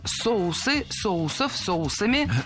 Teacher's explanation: Но я не могу не напомнить, что это неверно. Ударение в слове «соус» всегда должно сохраняться на первом слоге. Поэтому «соусы», «соусов», «соусами».